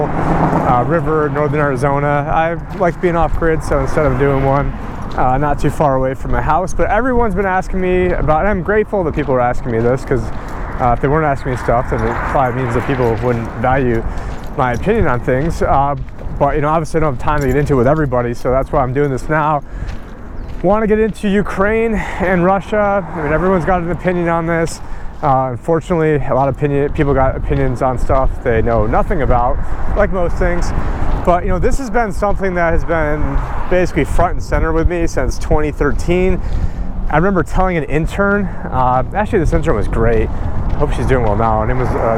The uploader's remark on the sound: On this walk and talk